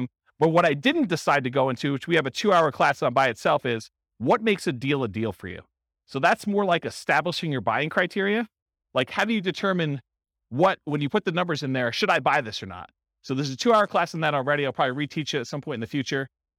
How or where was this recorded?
live audience